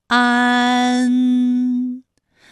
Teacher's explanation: 拙政园这个词语，你知道哪个字是前鼻音，哪个字是后鼻音吗？大家可以跟我再读一遍啊，拙政园，找出来了吗？对了，园的韵母是乌安，它就是前鼻韵母。正是后鼻韵母，嗯，之嗯，正。同样啊，还有前鼻韵母的有扩建的建，基岸建，它的前鼻韵母是一安。自然的然，前鼻韵母安。好，那么关于带安的前鼻韵母啊，我们再放到一起对照，再来看一看它们的发音要领。首先，安发音的时候呢，起点元音是前低不圆唇元音啊，舌尖抵住下齿背，舌位降到最低，软腭上升，关闭鼻腔通路啊。那我们从前啊开始，舌面升高，舌面的前部抵住硬腭的前部，当两者将要接触的时候，软腭下降，打开鼻腔通路，紧接着舌面前部与硬腭的前部闭合，使在口腔受到阻碍的气流从鼻腔里透出，口型由开到合，舌位移动比较大